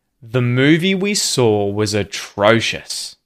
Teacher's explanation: movie, saw, and atrocious are the words that we're stressing